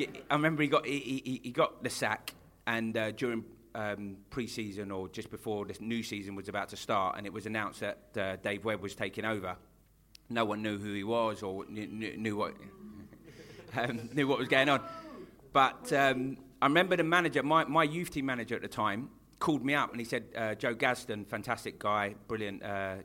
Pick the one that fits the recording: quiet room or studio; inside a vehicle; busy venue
busy venue